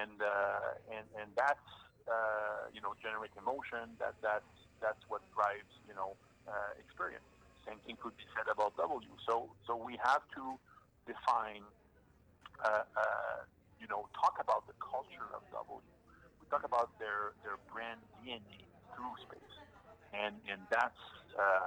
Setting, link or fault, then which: setting, busy venue